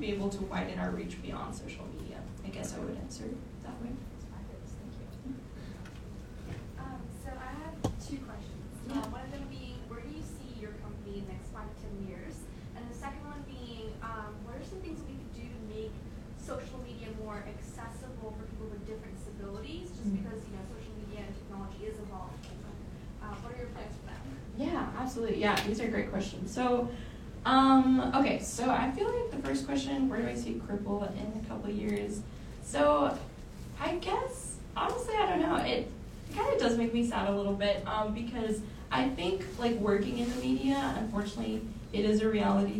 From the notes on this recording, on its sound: Tunes in live from Austin, TX at the IGNITE Norma K. Stone Young Women Run Texas 2023 conference.